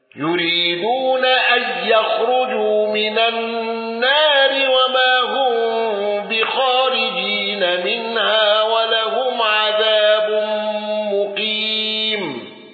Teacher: أبو عمرو بإمالة النار واندرج معه الصوري عن ابن ذكوان ودور الكساء ما عدا الضرير